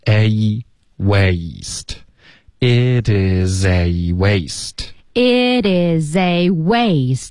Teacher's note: 又连续两个双元音 a 的音，大家要多注意它的滑动